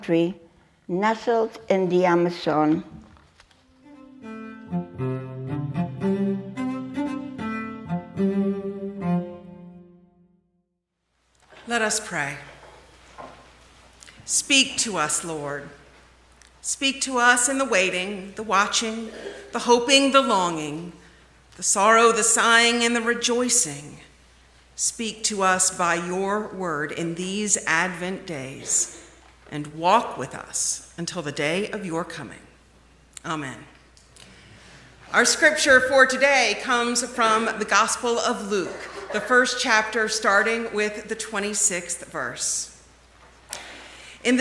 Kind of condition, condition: setting, large echoing room